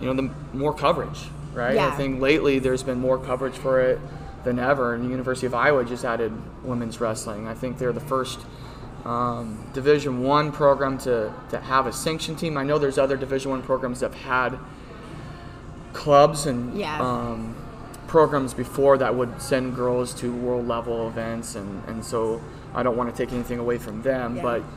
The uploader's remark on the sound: This week we recorded at Cocoa Dolce in downtown Wichita.